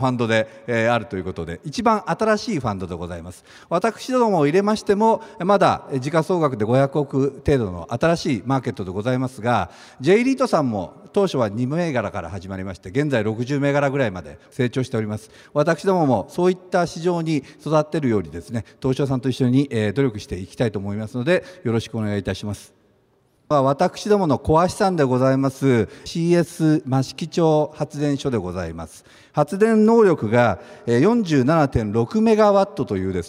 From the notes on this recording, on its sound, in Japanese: 2月24日に東京証券取引所で開催した「J-REITファン2018」。IRセミナーをダイジェスト版でお送りします。